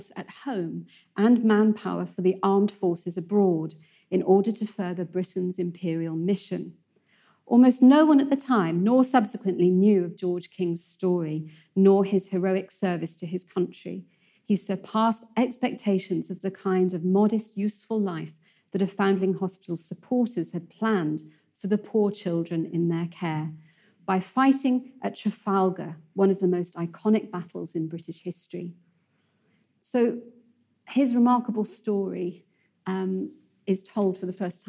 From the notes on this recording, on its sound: In a lecture she delivered at our 2019 Chester History Weekend